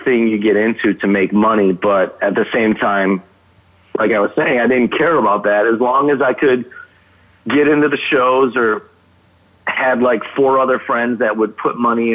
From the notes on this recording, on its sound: phoned in to join the TVTV podcast